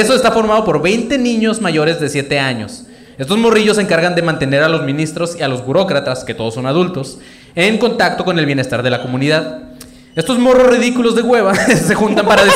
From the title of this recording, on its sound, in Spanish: En Vivo Tijuana